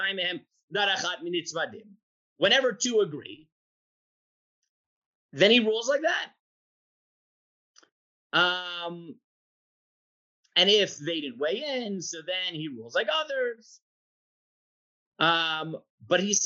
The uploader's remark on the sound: This audio was originally captured from Zoom